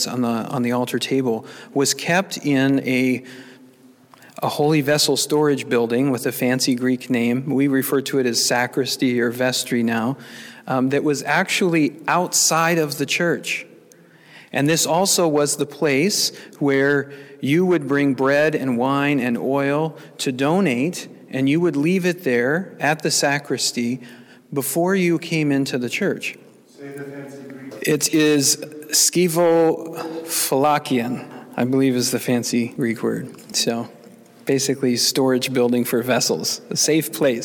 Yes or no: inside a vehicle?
no